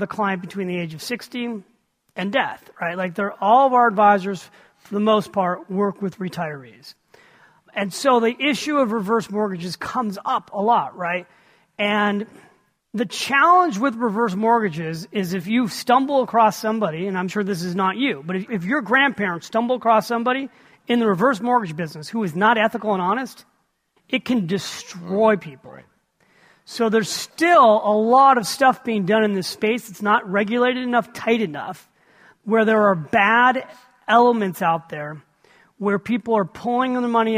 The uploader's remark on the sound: Recorded live at Buffini & Company’s “The Peak Experience,”.